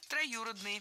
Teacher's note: Ударение ставим на гласную «ю».